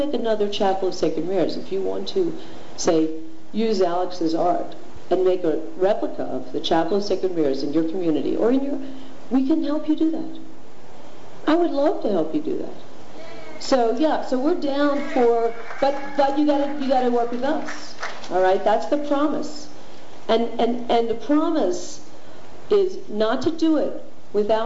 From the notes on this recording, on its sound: This program is part one of the Art Panel presentation for the Palenque Norte lectures at the 2006 Burning Man festival.